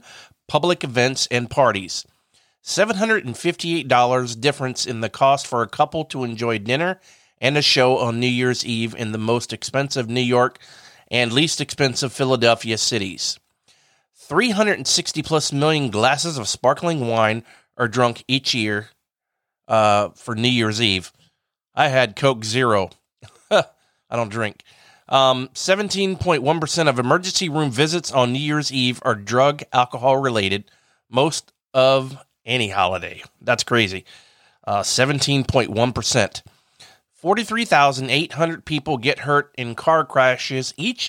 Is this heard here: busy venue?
no